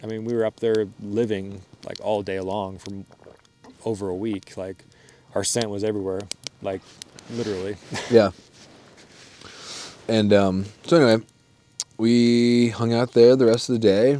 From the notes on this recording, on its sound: This one was recorded live on the mountain next to a roaring campfire on the last night before we packed out.